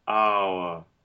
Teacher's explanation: that becomes a triphthong created by the reduction of the R to a schwa